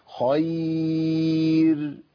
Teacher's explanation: او ان انا اقفل الشفتين واعمل شبه الضم كده خير، وده برضو مش صح لان الراء هنا مرققه، فانا محتاج نعمل ابتسامه هيئه الياء معايا تستمر معايا لحد ما اخلص الراء خير. انا عملت حاجه غيرت الهيئه خير بس. · Term: راء مرققه